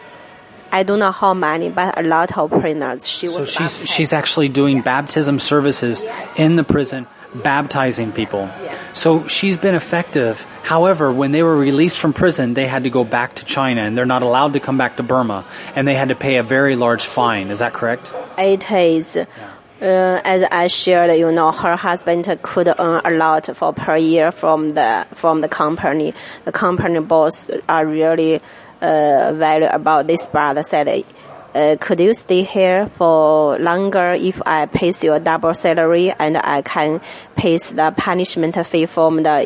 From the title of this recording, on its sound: Live From Denny's Diner